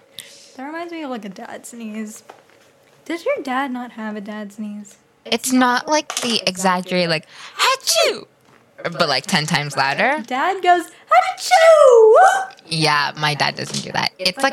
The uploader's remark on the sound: With a slight echo bc SOMEONE cough cough is too god damn loud.